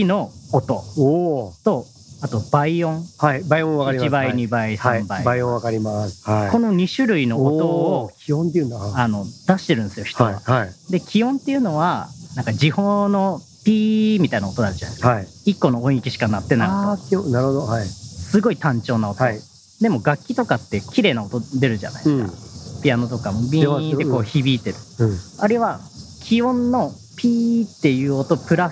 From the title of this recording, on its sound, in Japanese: 屋外収録編